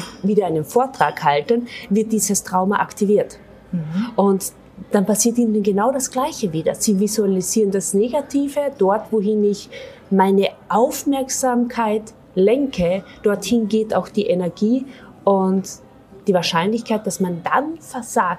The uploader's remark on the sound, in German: Wir nehmen den Podcast zunächst in einem Hotel dann in einem Spielkasino auf, daher gibt es Nebengeräusche.